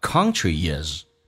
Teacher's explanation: Okay, let's take alook。我们看所有发音的一些细节。第一句话，Which country is the biggest in theworld？意思是在世界上哪一个国家是最大的？Whichcountry？要记住 country，很多人喜欢卷舌变成 country。No，country， country 跟 is 可以有一个连音，元音跟元音之间的连音，加个 w 或者加个也